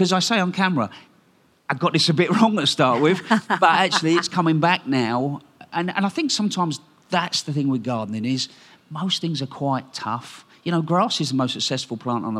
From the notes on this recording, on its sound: Recorded at BBC Gardeners’ World Live